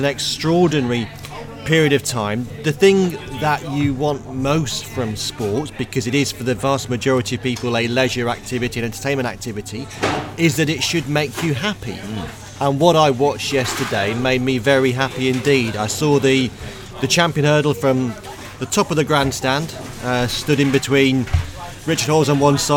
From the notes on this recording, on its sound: In the Fitzdares Club at Cheltenham. First day of the Festival.